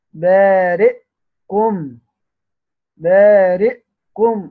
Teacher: قراءة سيدنا البصري أبو عمرو، بيقرأ بسكون الهمزة